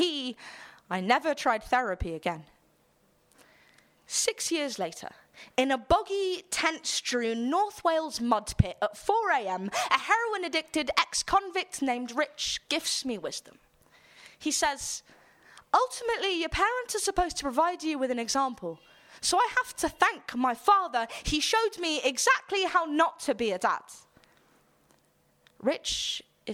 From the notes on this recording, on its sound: All performances were originally recorded at our shows at The Leicester Square Theatre, The Hackney Attic and The Dogstar in Brixton throughout 2012 and 2013.